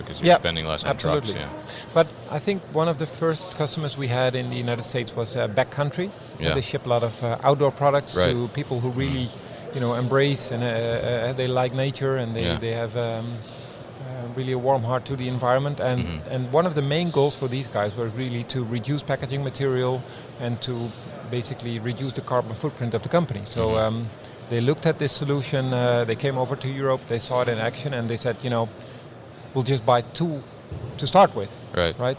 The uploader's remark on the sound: Quadient at MODEX 2020. This episode was recorded at MODEX 2020.